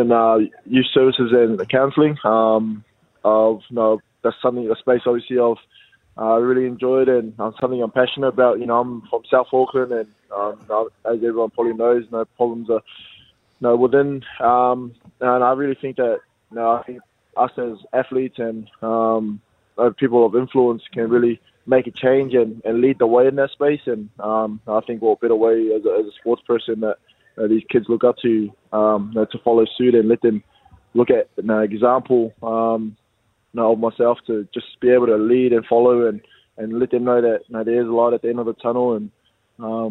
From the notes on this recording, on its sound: We are joined on the phone